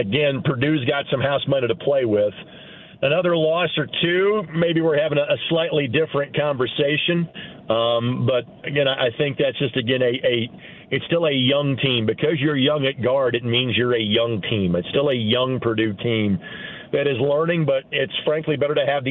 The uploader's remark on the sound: Opens the phone lines to get some listeners opinions on the Colts and their new hire!